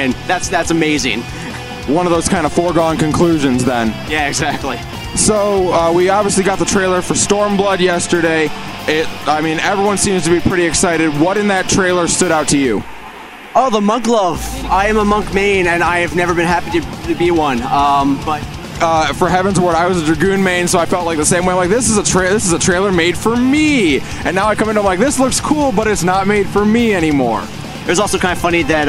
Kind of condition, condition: setting, busy venue